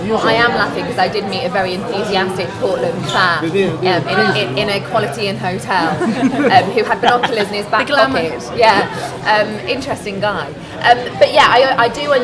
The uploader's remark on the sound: Recorded at Wembley Stadium ahead of the Women's FA Cup Final on Saturday 1st August. Our panel of fans.